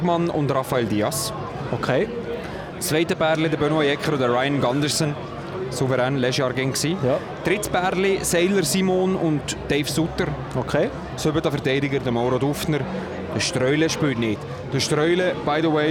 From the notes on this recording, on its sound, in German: LIVE am Big Day von Gottéron. Gottéron läutet die Saison ein, benchside war live dabei!